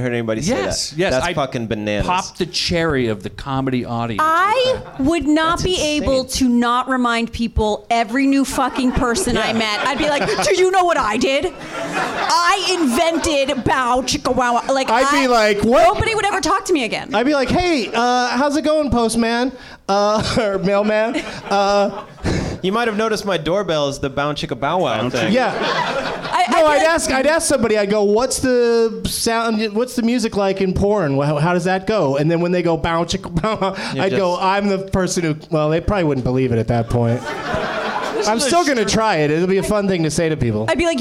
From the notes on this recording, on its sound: Live from the Nerdmelt Showroom in Hollywood